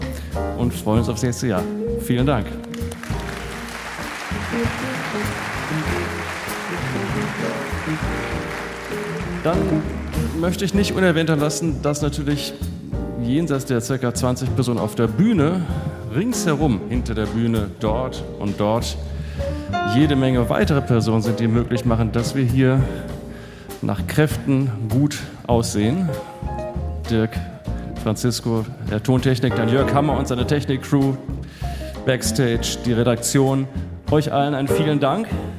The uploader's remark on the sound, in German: Mitschnitt des Konzertes vom 21. Aus dem hr-Sendesaal in Frankfurt.